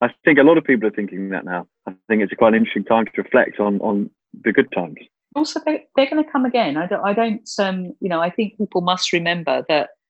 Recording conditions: video call